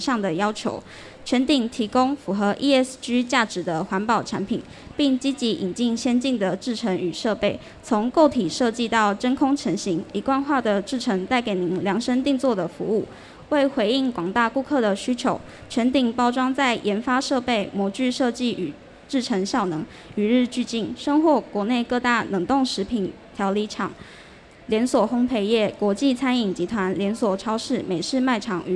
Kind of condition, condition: setting, busy venue